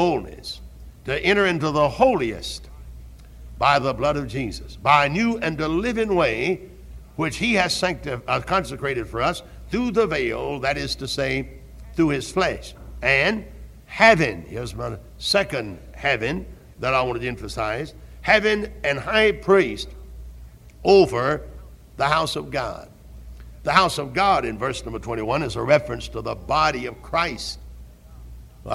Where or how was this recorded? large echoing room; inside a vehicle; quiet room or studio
large echoing room